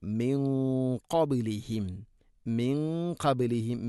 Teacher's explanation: ഖാഫ് സ്വരഭാരത്തിൽ ഉച്ചരിക്കേണ്ട അക്ഷരമായതിനാൽ അതിൻ്റെ കൂടെ വരുന്ന ഗുന്നയും സ്വരഭാരത്തിലായിരിക്കണം.